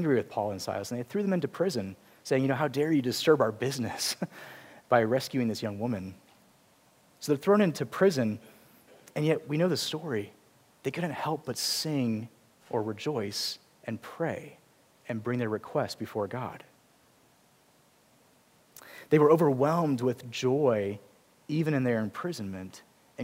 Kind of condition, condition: setting, large echoing room